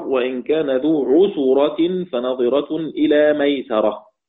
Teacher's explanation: قرأ أبو جعفر بفتح السين مثل قراءة الجماعة، مثل قراءة الباقين.